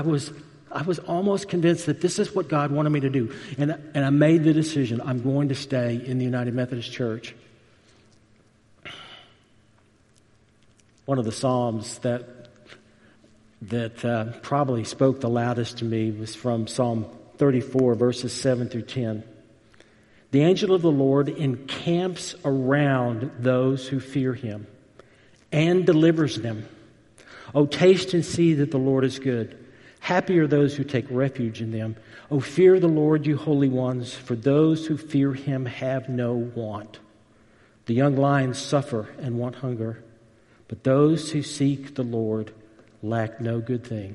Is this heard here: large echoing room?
yes